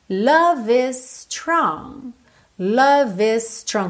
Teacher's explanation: Percebe como é tudo ligadinho. O é do love não é pronunciado, eu já ligo no I. E o is com strong soa um S só.